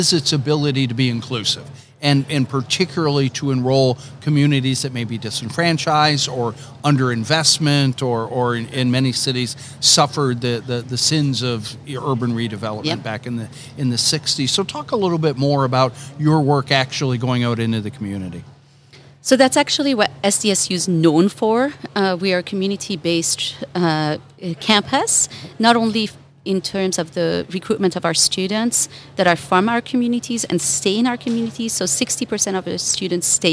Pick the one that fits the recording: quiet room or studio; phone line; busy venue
busy venue